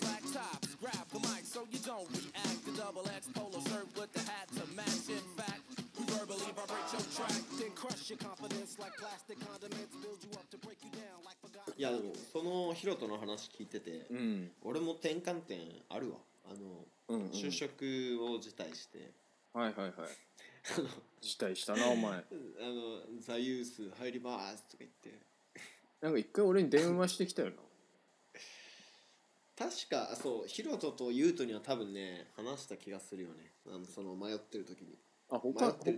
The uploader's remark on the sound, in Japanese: リモート収録のため音声のズレ、音量が小さいなど聞きずらいところございます。